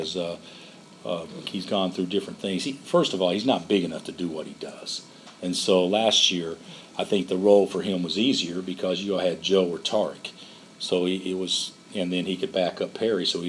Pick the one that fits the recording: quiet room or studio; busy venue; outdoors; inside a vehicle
busy venue